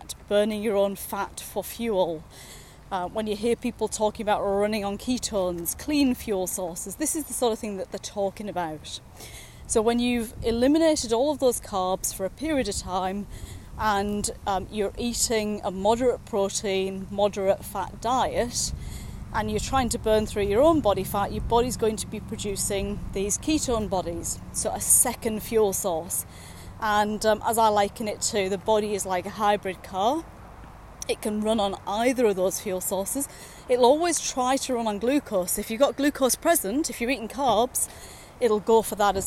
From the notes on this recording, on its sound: recorded during daily walks